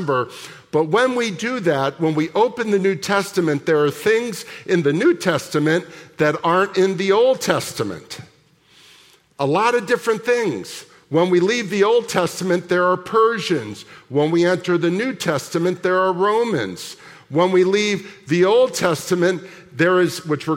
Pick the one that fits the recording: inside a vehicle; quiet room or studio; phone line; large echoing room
large echoing room